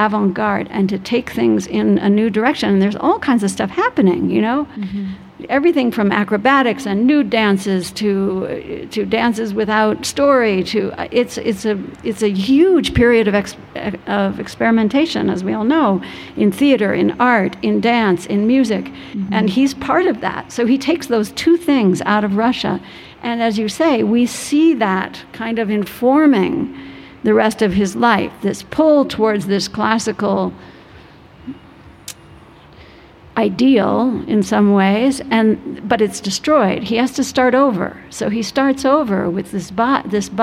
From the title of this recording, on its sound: LIVE from the Vail Dance Festival